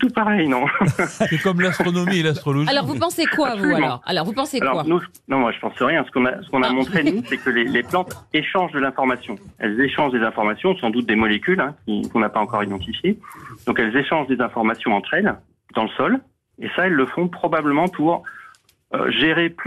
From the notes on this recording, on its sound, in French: était au téléphone des Grosses Têtes ce 27 septembre pour vous en dire plus